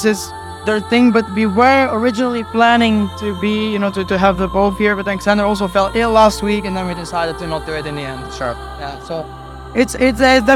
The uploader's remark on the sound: At this years Luminosity Beach Festival from our roving Hello Trance Reporter.